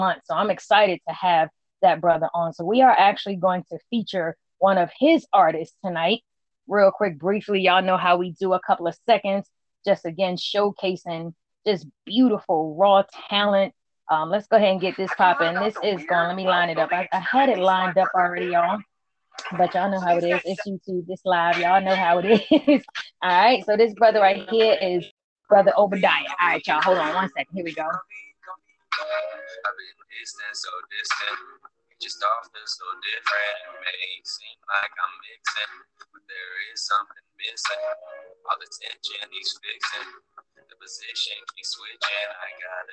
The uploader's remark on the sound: PLEASE FORGIVE US FOR THE TECHNICAL ISSUES WE HAD DURING THE INTERVIEW